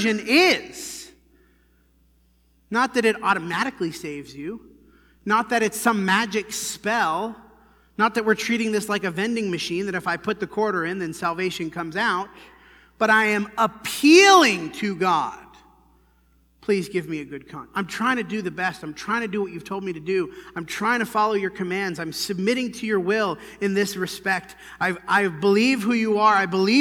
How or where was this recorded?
large echoing room